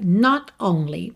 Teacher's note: Você não ouve mesmo o T de not, mas a gente tem uma pausa mesmo.